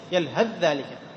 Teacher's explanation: إذا وصلت يلهث بذلك تدغم من طريق روضة الحفاظ فتدغم الثاء في الذال · Term: متجانسين